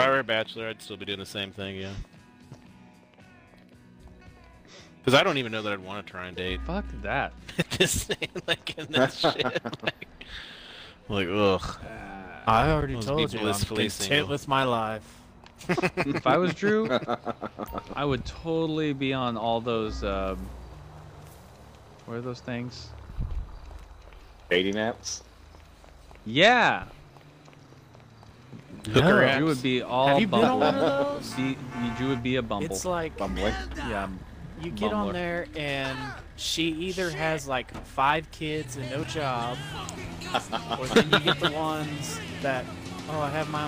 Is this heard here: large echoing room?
no